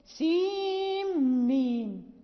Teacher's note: يضغمان نون سين عند الميم، سيم ميم، يعني تضغم في الميم، كذلك اتفق على الإدغام.